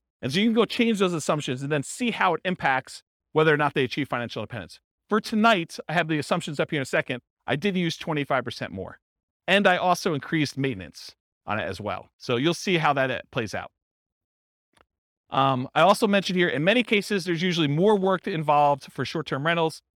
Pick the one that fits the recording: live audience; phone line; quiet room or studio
live audience